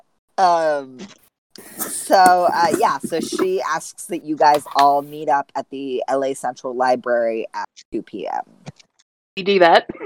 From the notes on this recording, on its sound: T he audio in this one is pretty rough, bit it's definitely still listenable--just expect some not so pretty sounds. Doesn't have access to a good private recording space, so you're getting a lot of background noise. We also just have some glitches in the recording, as at this point we've yet to move over to doing sessions on zoom (you'll see a big improvement at that point and we won't get any dropped words or total cut-outs).